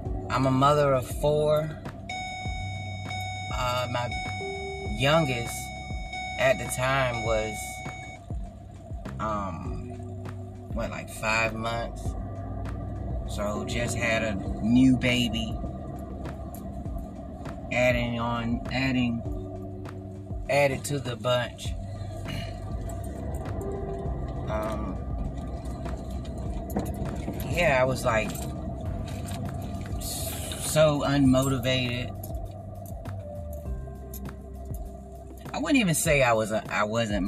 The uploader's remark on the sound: Excuse the background noise and chopped up videos. I am still learning how Anchor works.